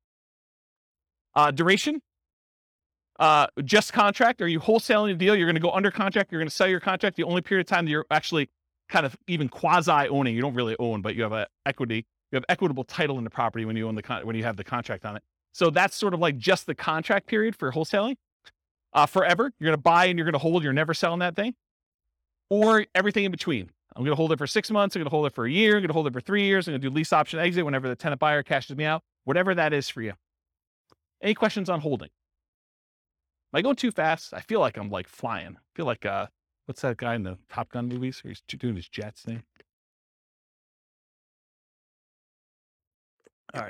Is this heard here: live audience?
yes